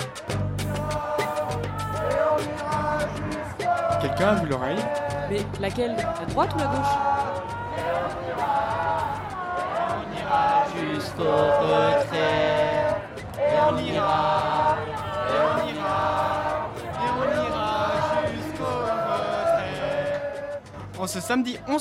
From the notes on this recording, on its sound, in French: À Prades (Pyrénées Orientales). Il a chaleureusement partagé avec le public présent (plus de 80 personnes).